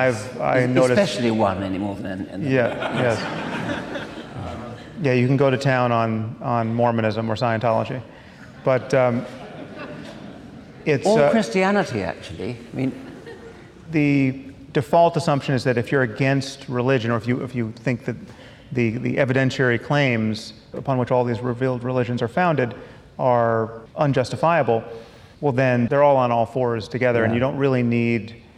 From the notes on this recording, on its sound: at a live event in Los Angeles (second of two).